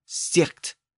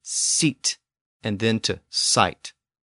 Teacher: Along the way, the Germanic fricative disappeared · Shown in: second take · but the GH remained.